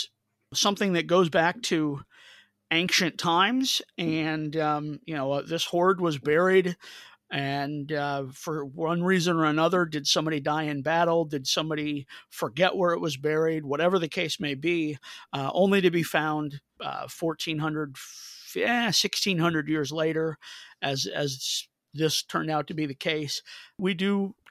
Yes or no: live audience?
no